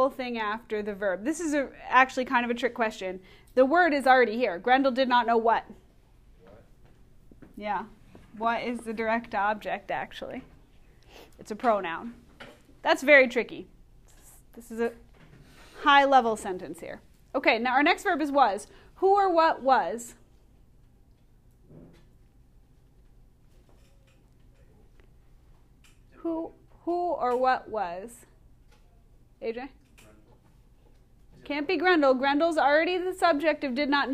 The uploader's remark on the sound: Recorded in class.